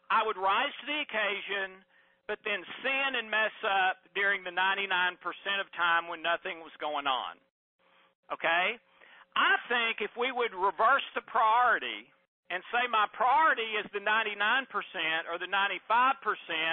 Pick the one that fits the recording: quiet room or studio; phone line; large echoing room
phone line